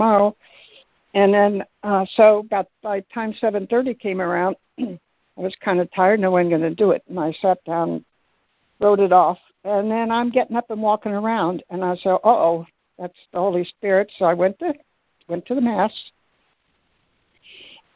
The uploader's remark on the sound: ACIM Daily Conference Call